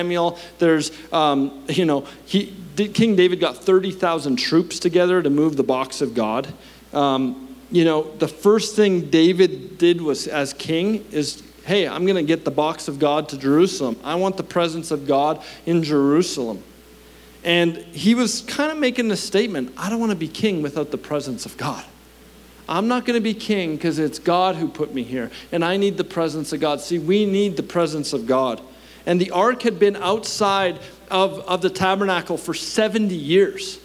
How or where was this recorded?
live audience